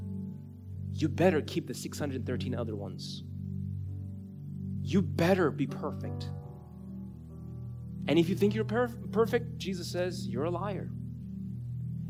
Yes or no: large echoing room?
yes